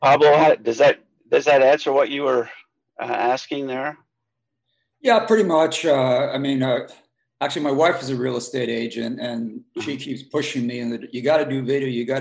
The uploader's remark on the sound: The Association of Independent Architectural Photographers' inaugural Zoom meeting